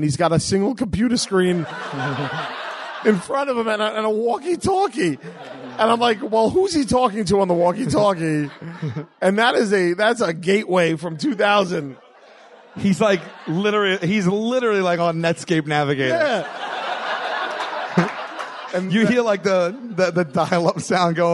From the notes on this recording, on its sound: Recorded March 31st at the Gotham Comedy Club. The first ever live WSY in the United States! At the Gotham Comedy Club immediately after the Furious 7 screening.